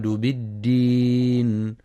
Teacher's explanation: والصواب إعطاء الدال صفة الجهر والشدة لتمييزها عن التاء مع مراعاة رخاوة الذال في يكذبك.